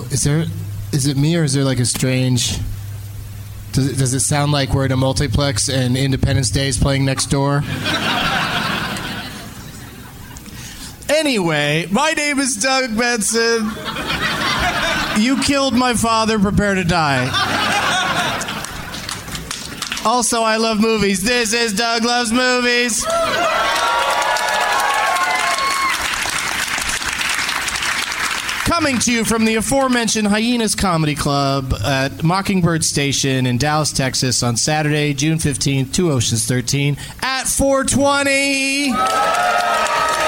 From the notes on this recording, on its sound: Live from Hyenas Comedy Club in Dallas, TX